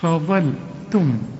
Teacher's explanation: رقق الفاء وفخم الظاء ورقق اللام